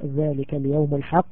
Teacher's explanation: نراعي القلقلة عند الوقف على كلمة الحق، لأن هذه من هنا القلقلة في أعلى مراتب القلقلة